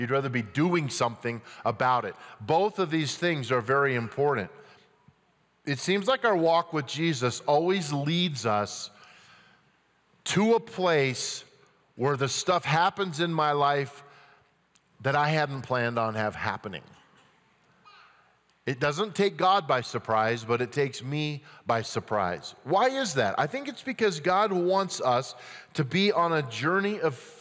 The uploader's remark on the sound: At Timberline Church.